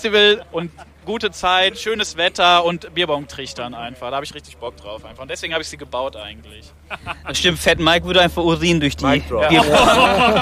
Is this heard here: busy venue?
yes